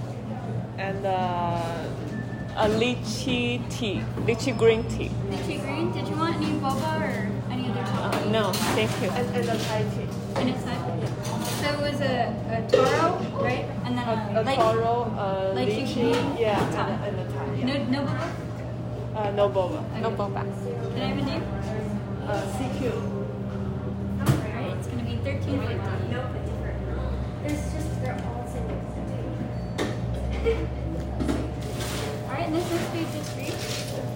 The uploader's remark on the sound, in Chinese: 开车去机场|Driving While Talking。应该是在异国他乡最后一次录Driving While Talking。